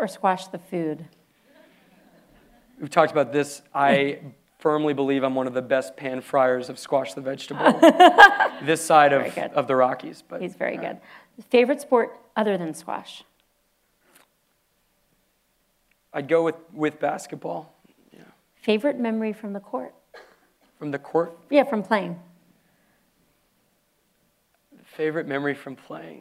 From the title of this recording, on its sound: Live at the Palo Alto JCC